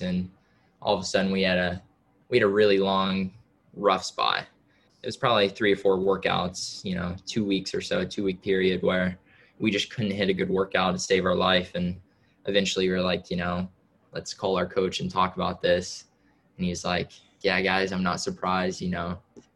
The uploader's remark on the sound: Returns to the program via a Zoom call we recorded earlier this week.